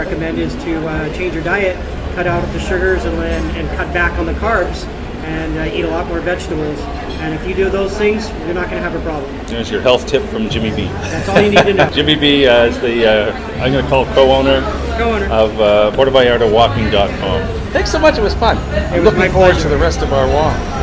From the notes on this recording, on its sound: We were in Puerto Vallarta, Mexico for this week's podcast taking in all the sights and sounds of Day of the Dead.